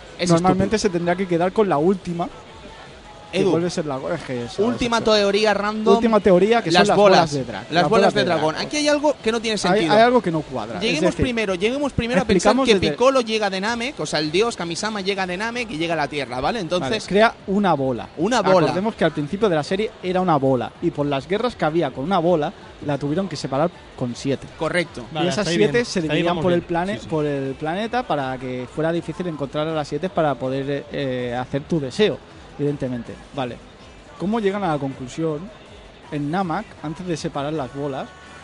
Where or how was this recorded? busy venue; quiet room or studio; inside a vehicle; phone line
busy venue